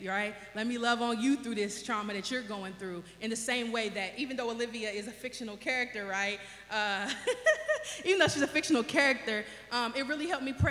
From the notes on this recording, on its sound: This was a live recording. At yellow Cab Tavern, 700 E. 4th St.